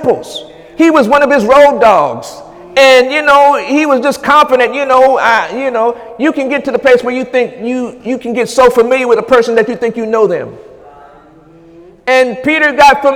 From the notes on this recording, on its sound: During Sunday morning service